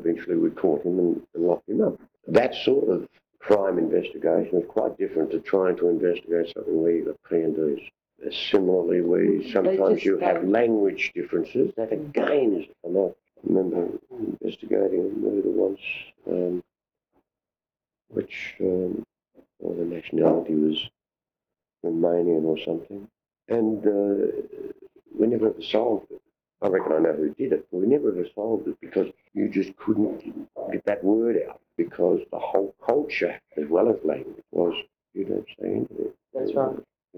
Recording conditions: poor sound quality